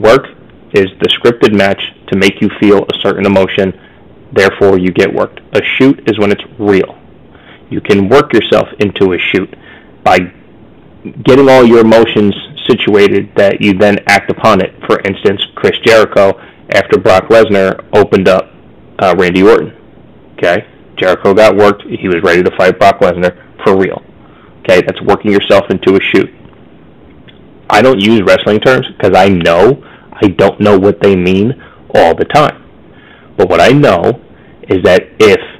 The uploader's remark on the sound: MY BAD, HAD TO RECORD ON A HEADSET!!! SORRY FOR THE AUDIO QUALITY!!!